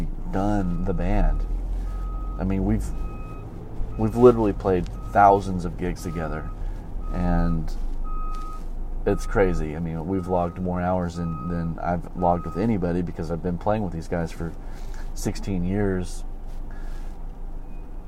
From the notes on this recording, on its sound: driving to my gig and talking about stuff